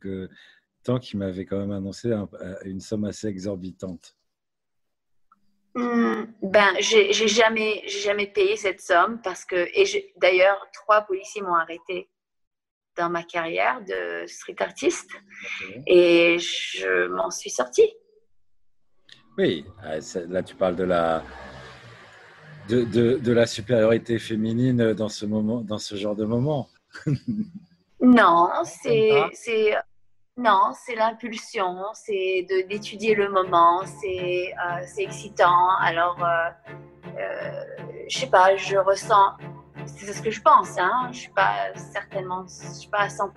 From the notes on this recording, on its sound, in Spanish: En Zoom.